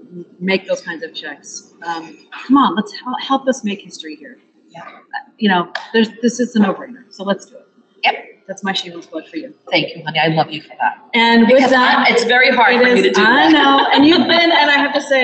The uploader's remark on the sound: Live from Tasca Tasca in Sonoma, CA. They’re sitting at an authentic Portuguese table with tremoços and wine.